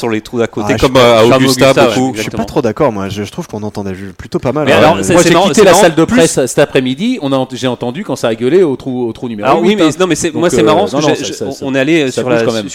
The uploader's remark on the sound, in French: Enregistré le vendredi 28 septembre 2018 au Golf National, 78180 Saint-Quentin-en-Yvelines